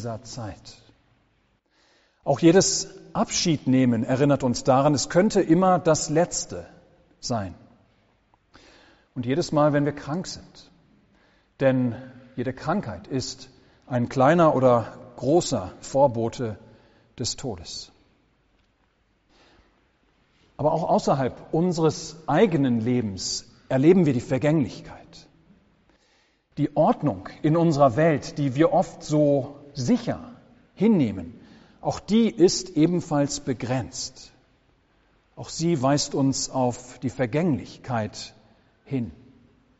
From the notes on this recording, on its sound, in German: Gottesdienst.